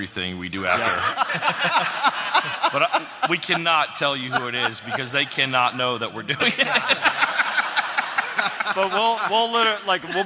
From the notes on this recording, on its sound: Live from SDCC 2016. It's the first show from SDCC 2016 at the Balboa Theater! Takes some questions from the audience.